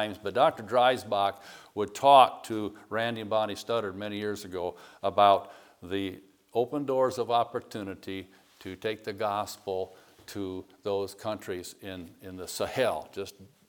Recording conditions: large echoing room